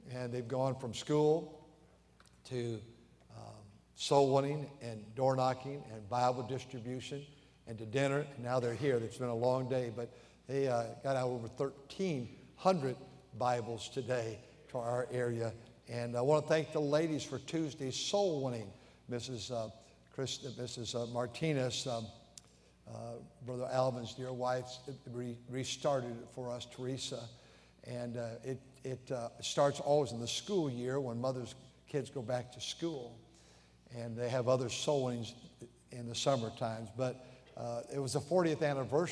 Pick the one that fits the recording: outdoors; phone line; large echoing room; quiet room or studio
large echoing room